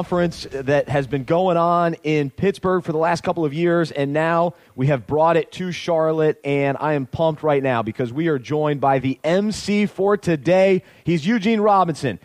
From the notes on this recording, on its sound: He was the emcee for the ManUp Charlotte Conference and joined us backstage to discuss.